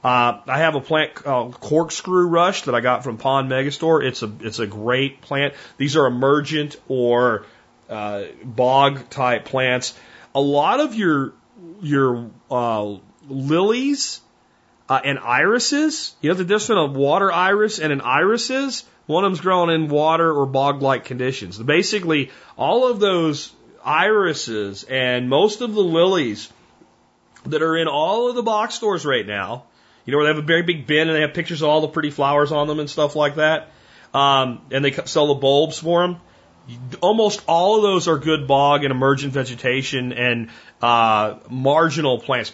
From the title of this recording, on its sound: Listener Calls